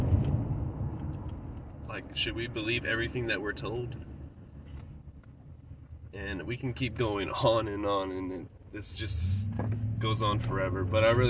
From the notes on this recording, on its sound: The Carcast. Giving a quick update while driving to work.